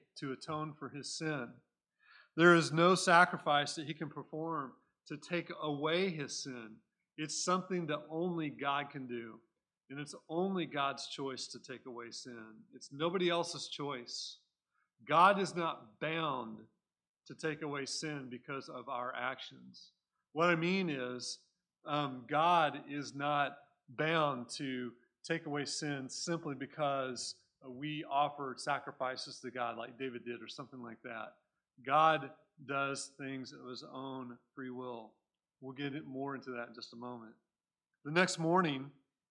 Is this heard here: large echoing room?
yes